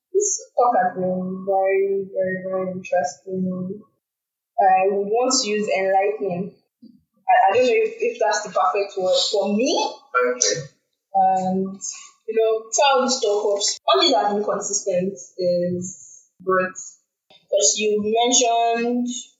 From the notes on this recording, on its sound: this audio is not in the best form